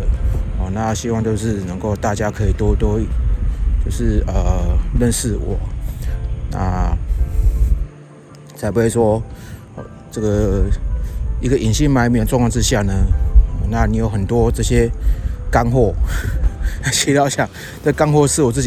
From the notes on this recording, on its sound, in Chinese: 本集特別在外用 iPhone 11 Pro 內建的立體聲麥克風錄製，防風效果普普。但蠻清析的。